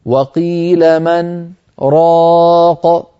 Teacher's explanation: يعني من أجل هذه الاشتباهات كان حفص يسكت على نون من، وقيل من راق سكتة لطيفة دون زمن التنفس، أقصر من زمن التنفس · Term: السكت